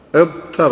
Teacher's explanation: ما تقدرش تنطق بالتاء بعد الضاد، فقلبت التاء طاء · Term: تقلب التاء طاء